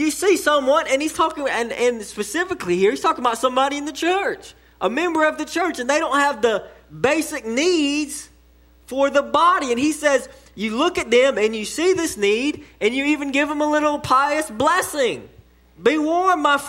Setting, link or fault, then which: setting, large echoing room